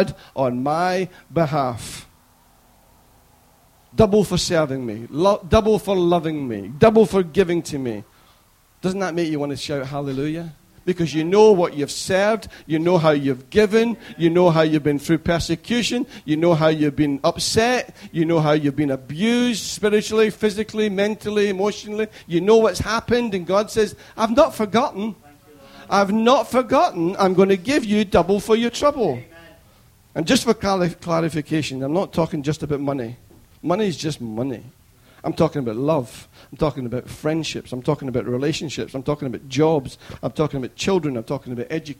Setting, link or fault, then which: setting, large echoing room